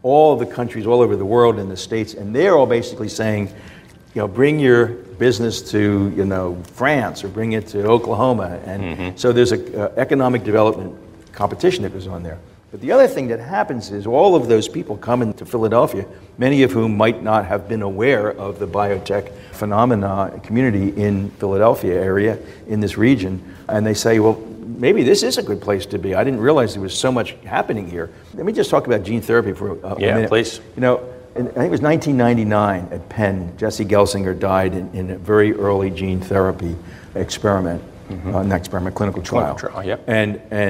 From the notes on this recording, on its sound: We gathered with a live studio audience at Thomas Jefferson University and Jefferson Health.